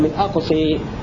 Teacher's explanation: إذا وقفنا على كلمة من أقصى نميلها لحمزة والكساء من أقصى، أما في حالة الوصف من أقصى المدينة فلأجل الساكنين بنحذف الساكن الأول اللي هو الألف فلا تمال. · Term: إمالة